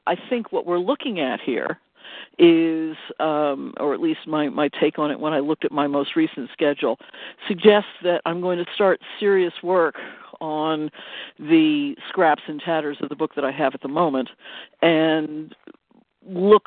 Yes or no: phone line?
yes